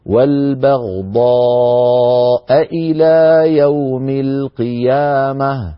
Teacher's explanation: آخر ما أنبه عليه في الآية نفسها: وألقينا بينهم العداوة والبغضاء إلى أئلى، في قوله تعالى: والبغضاء، آخرها همزة، إلى أولها همزة، فالتقى في النطق همزتان، لا بد لنا من بيان ذلك، ونقول: والبغضاء إلى يوم القيامة، نبين الهمزتين بعضهما من بعض، ولا نجعل إحدى الهمزتين يغيب صوتها